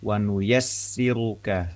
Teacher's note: Huruf ra di sini huruf ra dhammah ya. Huruf ra dhammah itu hukumnya tebal